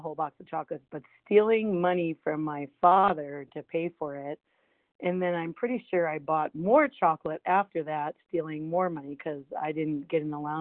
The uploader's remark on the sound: from the 100 Pounders Phone Meeting on 12/17/20